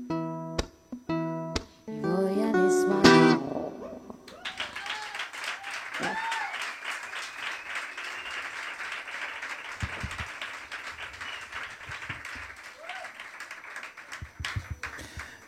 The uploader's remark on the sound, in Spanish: Hizo encender todos los smartphone de los presentes en el Café La Palma.